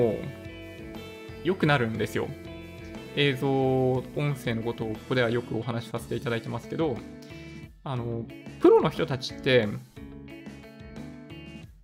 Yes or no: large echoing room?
no